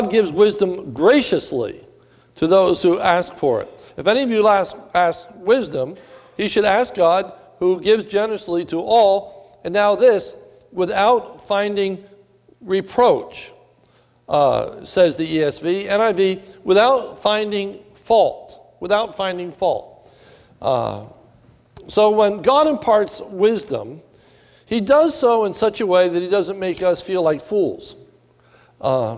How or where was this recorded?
large echoing room